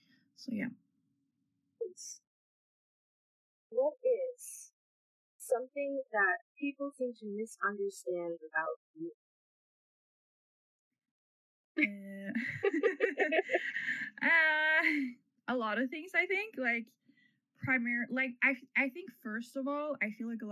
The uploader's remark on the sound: Mic should get better for Episode 3. Apologies for the occasional knocks, roofers decided to show up without prior knowledge on a Sunday.